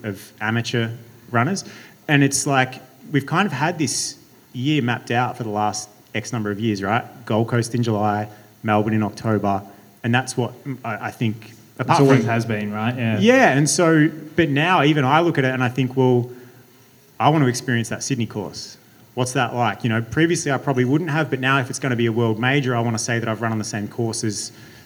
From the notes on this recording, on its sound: Last month we produced our second ever live show to celebrate the upcoming launch of the Hoka Clifton 9. This special live-show recording.